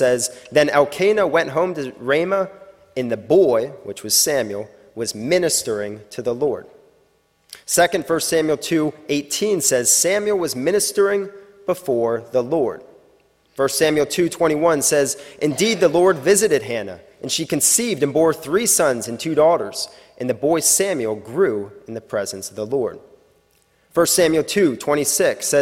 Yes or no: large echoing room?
yes